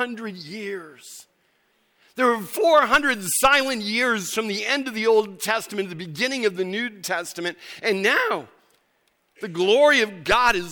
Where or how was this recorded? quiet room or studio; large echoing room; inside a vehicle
large echoing room